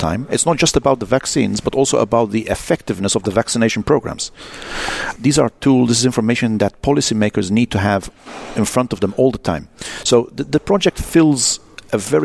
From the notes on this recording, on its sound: Our Vital Health Podcast was recorded at the final event of the Innovative Medicine’s Initiative’s ADVANCE project.